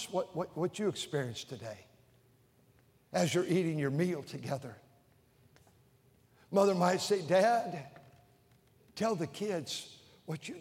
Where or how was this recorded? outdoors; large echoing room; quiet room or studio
large echoing room